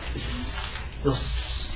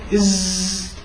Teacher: السين والصاد بيجي خام والزاي بيجي مصنع جزء منه في الوترين الصوتيين من اهتزازهما